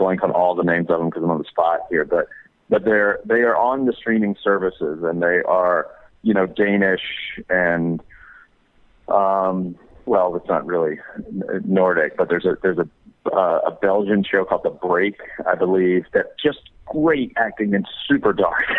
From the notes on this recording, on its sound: called in to talk